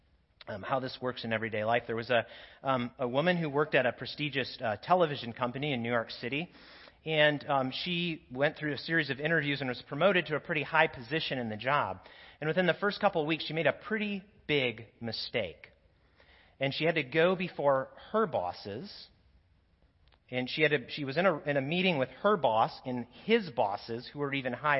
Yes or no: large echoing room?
yes